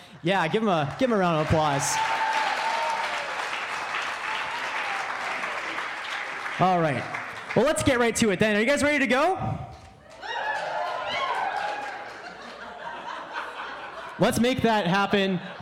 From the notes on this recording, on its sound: It's the second annual Wittenberg Live Christmas Gala Special! In addition to a several live acts by CMU students!